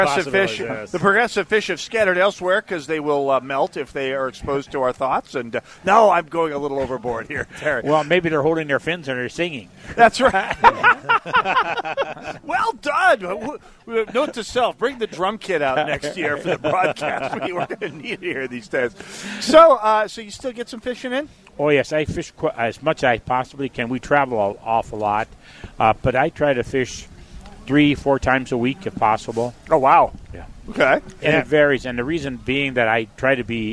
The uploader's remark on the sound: Holes For Heroes Live on Medicine Lake